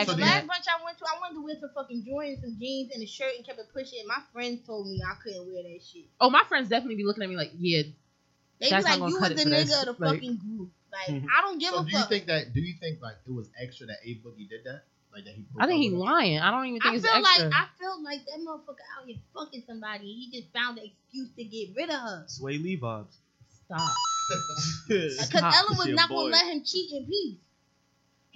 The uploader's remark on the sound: few audio issues this episode, apologies!